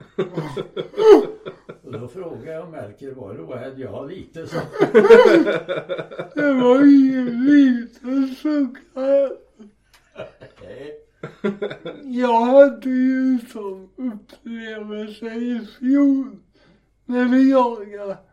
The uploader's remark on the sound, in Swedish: Vi hade viss strul med ljudet men vi har gjort så gott vi kunnat och hoppas att det ska fungera ändå.